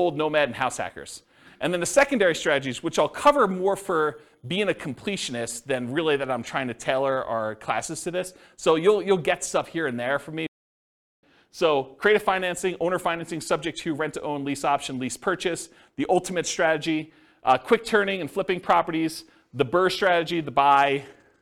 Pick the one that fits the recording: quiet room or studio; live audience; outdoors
live audience